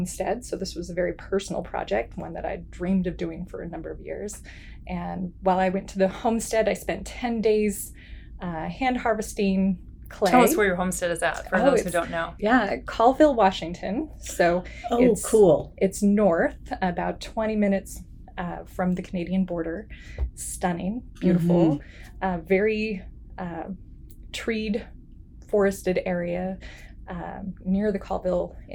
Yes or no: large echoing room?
no